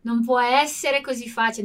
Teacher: Di nuovo, qua la nostra pronúncia del non, e aí essa pronúncia um pouco mais suave, né? Então a gente não tem esse non muito forte, com o N do final da palavra, mas um pouco mais suave, porque a gente tá falando um pouco rápido aqui também, e logo depois vem uma consoante, não uma vogal, então a gente não emenda o som, né?